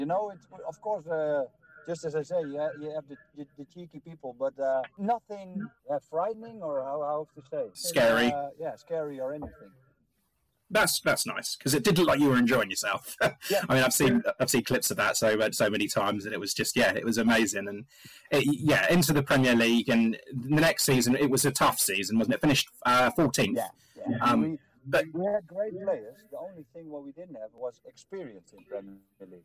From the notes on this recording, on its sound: The audio is very poor. Had issues whilst recording but it does pick up.